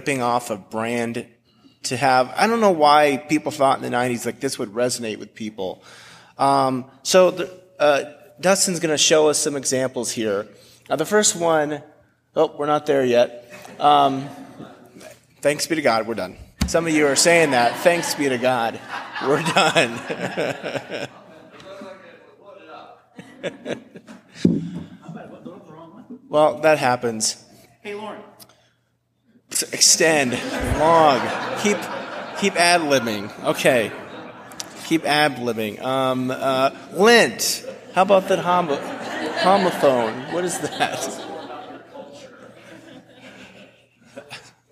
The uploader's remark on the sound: A message delivered at Washington Park United Methodist Church